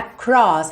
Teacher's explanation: esse R é enrolado, não tem jeito, tá? Ele tá no meio da sílaba, tem que ligar nesse O, não tem vogal anterior para você alongar, então vai ser across, tá bem?